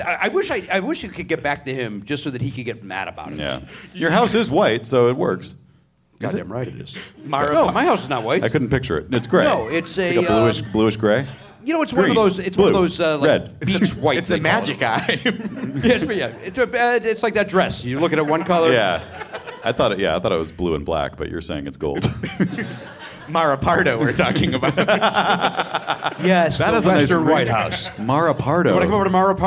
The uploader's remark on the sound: Live at SF Sketchfest. Recorded at the Gateway Theatre in San Francisco on January 11, 2020 as part of SF Sketchfest.